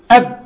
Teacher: فمخرج الباء بإطباق الشفتين ينحبس الصوت فين؟ عند الشفتين، عند المخرج، مخرجها الشفتين، فالصوت بينحبس عند الشفتين.